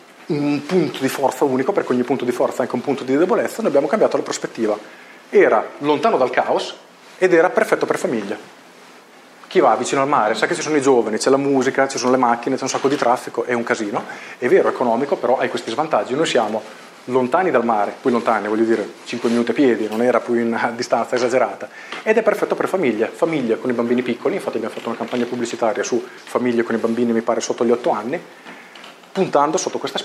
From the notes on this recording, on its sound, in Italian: la live dell’intervento che ho tenuto al Genius Club di Bologna